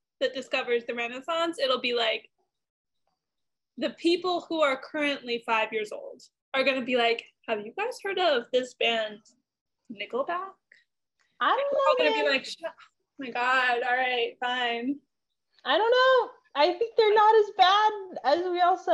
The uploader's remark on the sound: If you listen closely, you'll discover the audio has gotten bad again